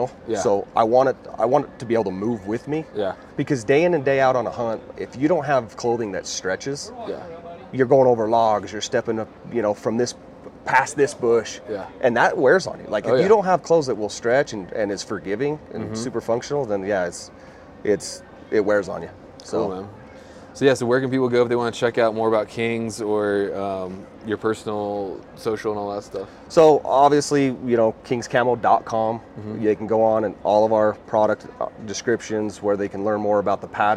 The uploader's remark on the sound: LIVE FROM TOTAL ARCHERY CHALLENGE | PARK CITY, UT 2022. A few weeks ago I headed out to Utah to Total Archery Challenge and recorded a few live podcasts with some friends in the industry old and new.